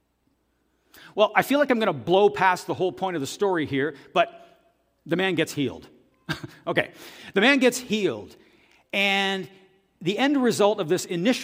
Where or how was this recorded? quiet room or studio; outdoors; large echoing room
large echoing room